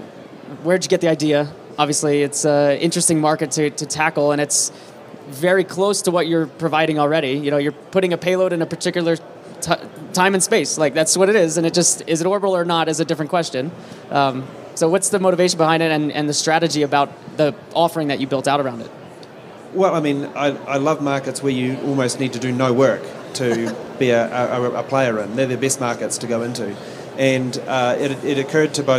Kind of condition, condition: setting, busy venue